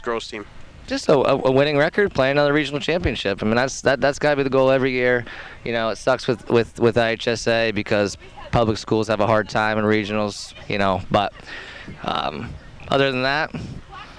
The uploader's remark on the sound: The Monmouth-Roseville Titans host the Bloomington Central Catholic Saints in a Class 1A Regional Championship match at Pattee Fields in Monmouth.